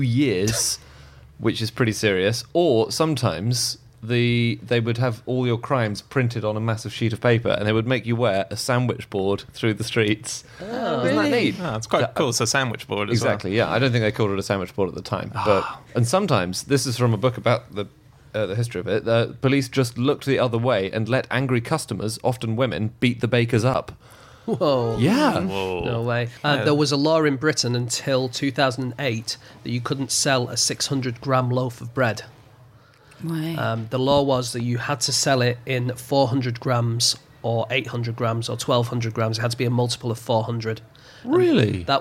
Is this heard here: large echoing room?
no